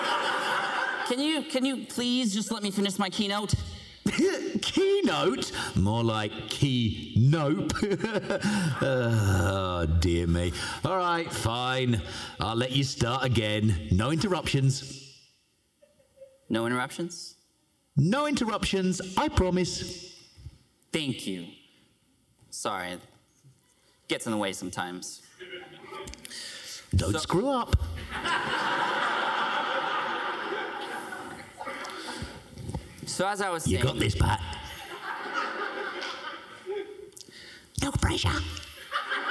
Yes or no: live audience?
yes